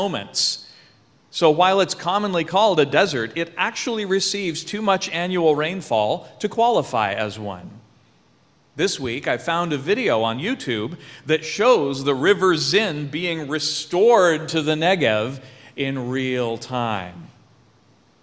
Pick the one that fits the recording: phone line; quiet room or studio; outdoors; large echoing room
large echoing room